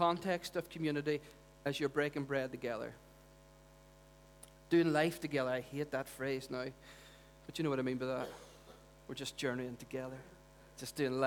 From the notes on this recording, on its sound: Recorded at our Storehouse Venue on 25th March 2018.